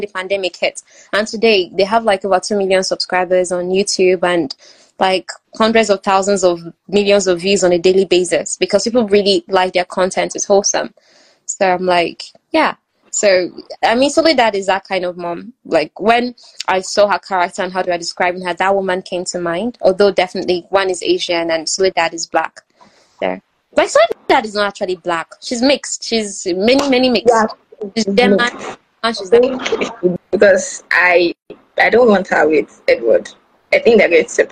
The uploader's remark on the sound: I apologize for the breaking audio in advance. Nigerian network providers are so unreliable and many times, we have to record as we see it.